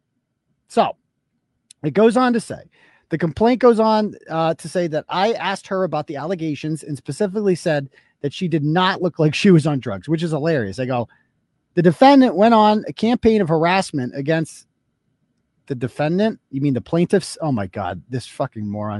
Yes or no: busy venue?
no